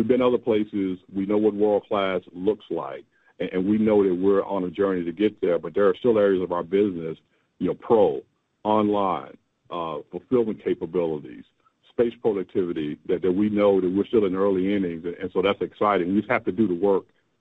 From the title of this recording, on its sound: Q2 2023 Earnings Conference Call